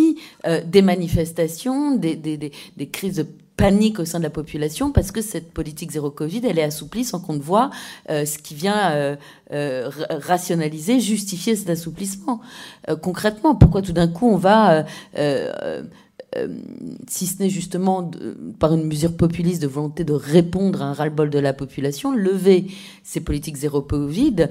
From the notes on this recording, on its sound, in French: Conférence enregistrée le 16 novembre 2022